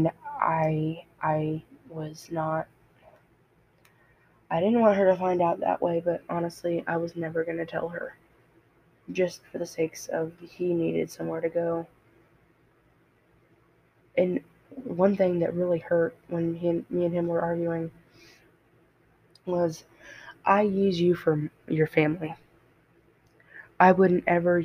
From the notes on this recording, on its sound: I'm so sorry this didn't turn out good I've been looking for a better mic so yall can hear me better